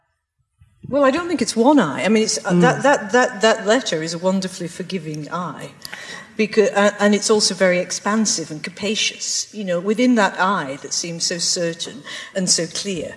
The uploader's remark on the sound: Live Event